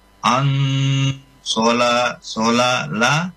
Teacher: itu mat tabii dua harakat